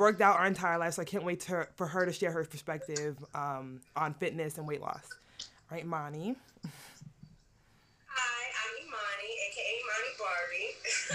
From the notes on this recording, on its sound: Sorry about the sound